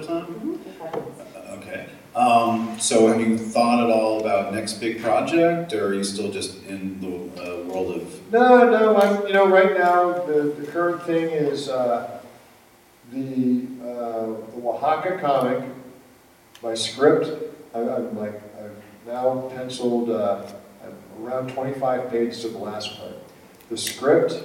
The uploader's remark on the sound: Live at APE 2017